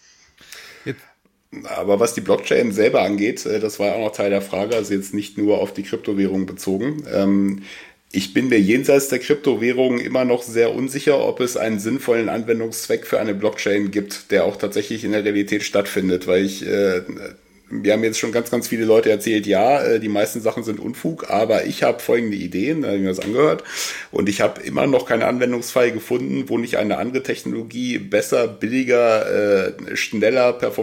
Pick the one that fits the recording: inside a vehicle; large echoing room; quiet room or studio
quiet room or studio